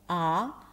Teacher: Ah, instead of oh, ah. Your tongue should be low and flat in the back, because if it's high, oh, it's going to sound more like an oh.